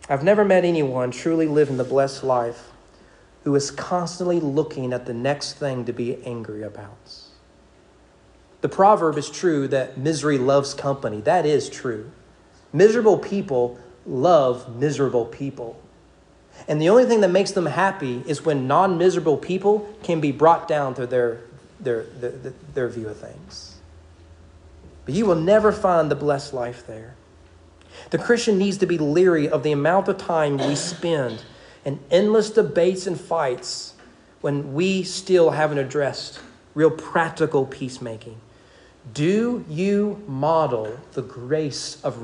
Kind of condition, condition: setting, large echoing room